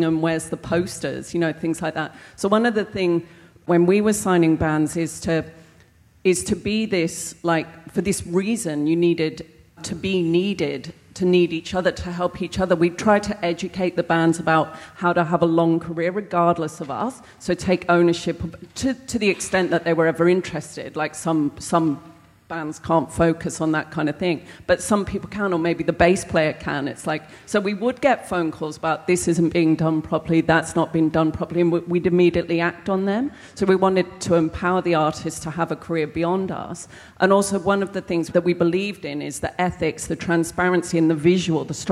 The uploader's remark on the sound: LIVE from Indie-Con. Travels to Australia for an Indie-Con panel.